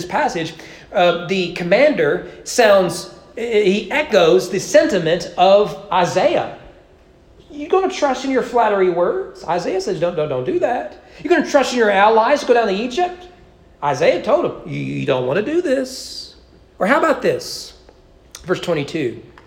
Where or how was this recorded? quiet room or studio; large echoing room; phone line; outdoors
large echoing room